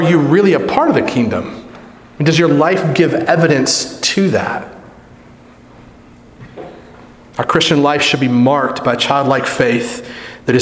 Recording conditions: large echoing room